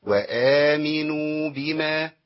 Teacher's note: الكلمة موزونة بمد في الاول ومد في اخر الكلمة